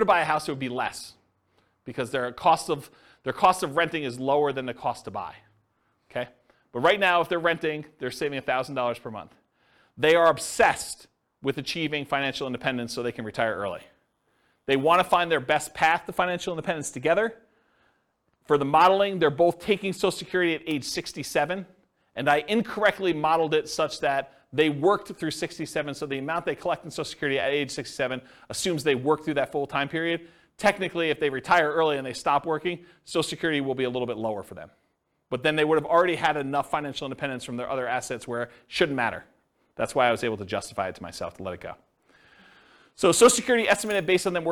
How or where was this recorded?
live audience